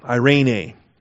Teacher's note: Accent on the middle syllable